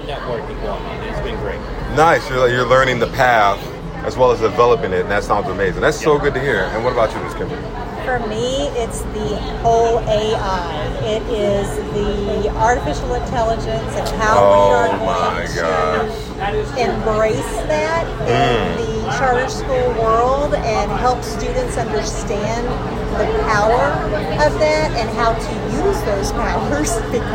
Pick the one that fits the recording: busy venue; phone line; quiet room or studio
busy venue